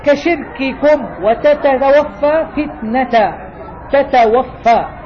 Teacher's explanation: تراعي الشدة فتنطق بالكاف وبالتاء بشدة